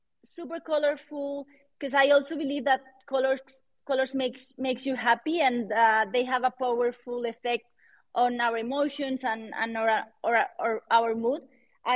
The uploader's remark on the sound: This episode of the podcast was recorded live on Friday, December 30th, 2022 via a Twitter Space.